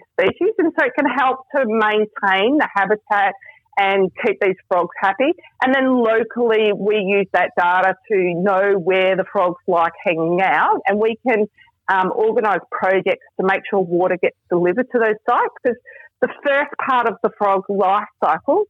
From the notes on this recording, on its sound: on the phone from Melbourne